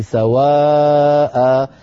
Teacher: هذه الكلمة فيها مدان، المد الأول متصل سواء ألف بعدها همزة آ، هذا همزة وبعدها تنوين النصب عوضنا عنه عند الوقف بألف